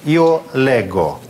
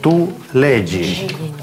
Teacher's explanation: Здесь особенность в том, что в некоторых лицах произносится «г», а в некоторых «дже». «Лего», «леджи», «ледже».